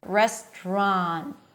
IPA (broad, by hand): restrɑːnt